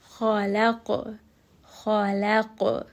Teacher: So لام is light, قاف is heavy, and it does have that bounce.